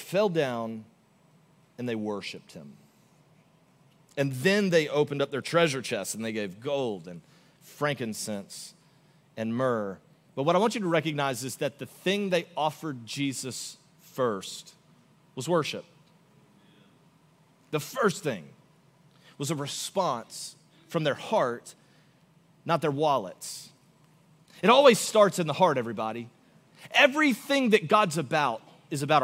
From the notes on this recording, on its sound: Augustine, Florida. Recorded live on December 3, 2023 at Church On The Rock.